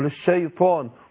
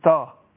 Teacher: الطاء بعدها الف، والالف بينطق وان كان مش مرسوم مش مكتوب · Shown in: first take · يعني في المصحف، لكن بينطق هو الشيطان.